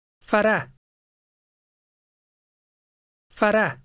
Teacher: In final position, the H sound is still there, but it's very slight, like a short breath.